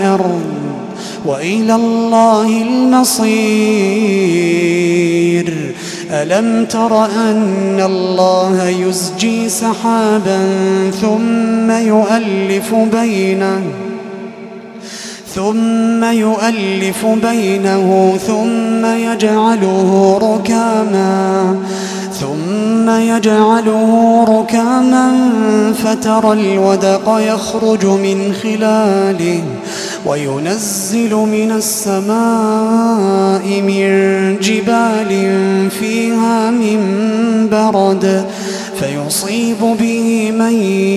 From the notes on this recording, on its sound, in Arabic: تسجيلات من صلاة التراويح لشهر رمضان عام 2016.